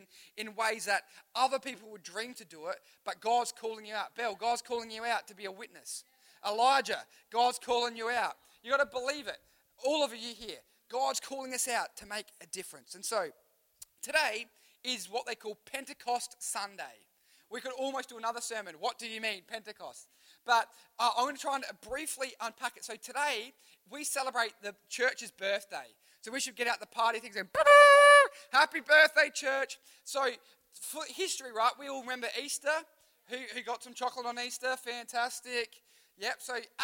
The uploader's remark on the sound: Recorded live at One Youth (One Heart Church, Port Lincoln).